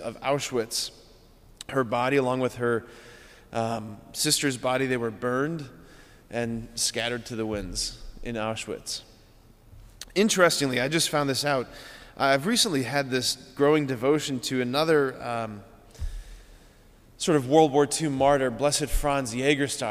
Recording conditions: large echoing room